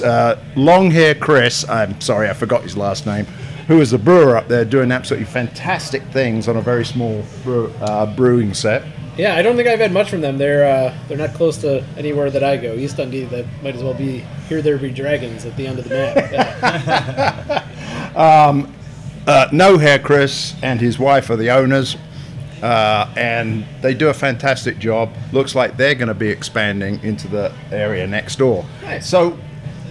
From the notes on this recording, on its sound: These pubcasts are a collection of videos (or audio if you prefer to listen that way) which we recorded at the breweries listed below, and we split them up into a 3-part series.